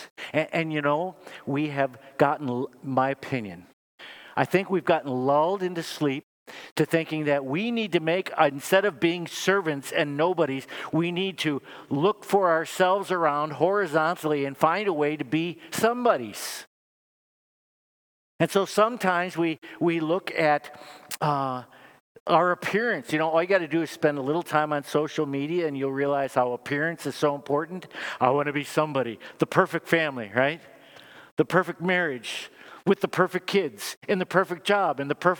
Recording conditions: large echoing room